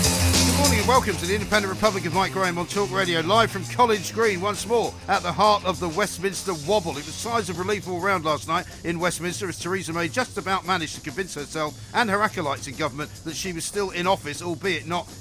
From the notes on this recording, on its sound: Live from College Green